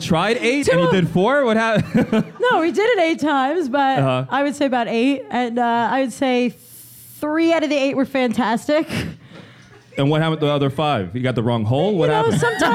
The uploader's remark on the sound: Enjoy our live show recorded in front of a fun, rowdy crowd at the Museum of Sex Play Lounge.